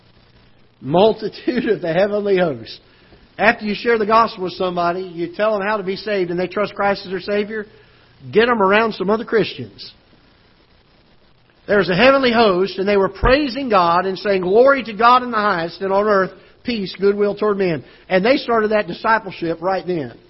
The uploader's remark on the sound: Ketha Heights Baptist Church ~ Live Broadcast